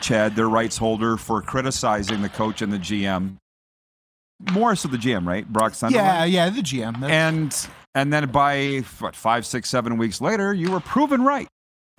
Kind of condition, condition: setting, busy venue